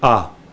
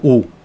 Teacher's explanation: Широко открыв рот, мы говорим «а». Рот в трубочку «у».